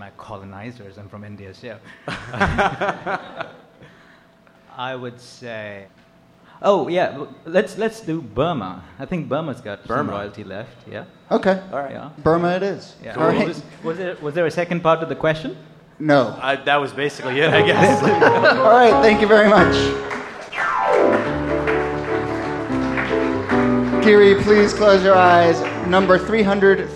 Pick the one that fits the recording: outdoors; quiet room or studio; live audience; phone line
live audience